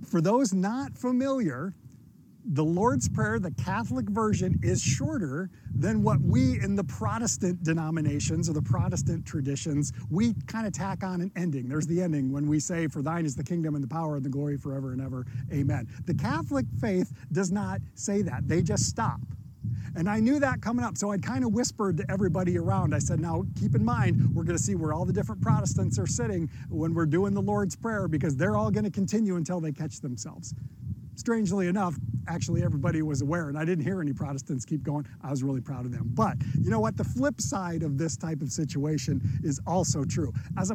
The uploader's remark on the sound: this sermon was recorded outside and occasionally wind ruffles across the mic